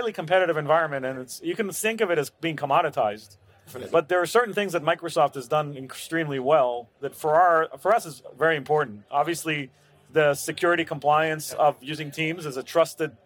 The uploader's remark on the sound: CES 2023 Fireside Chat. This episode features a fireside chat recorded live at CES 2023.